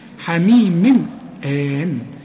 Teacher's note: حميم تنوين وبعده همزة، الهمزة من حروف الإظهار، انت عارف وانا قلت لك حميم آن، وما دام الهمزة بعدها ألف تمد مد طبيعي آن، ده طبيعي آن.